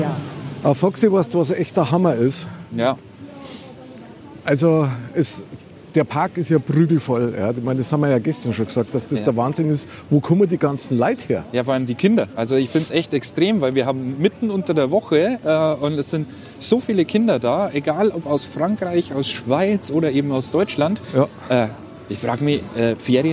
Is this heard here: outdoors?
yes